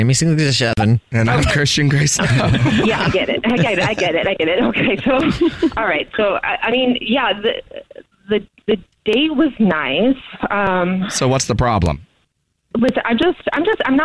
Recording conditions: phone line